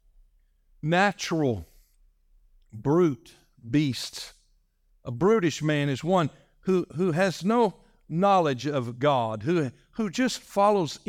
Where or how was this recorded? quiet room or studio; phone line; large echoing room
large echoing room